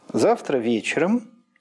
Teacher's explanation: Из них «завтра» не имеет синтагматического ударения, а имеет только обыкновенное словесное. А «вечером» имеет и обыкновенное словесное ударение, и еще синтагматическое.